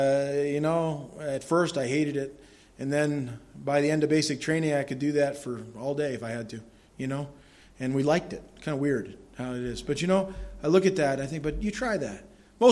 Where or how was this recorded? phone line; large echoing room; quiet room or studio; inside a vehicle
large echoing room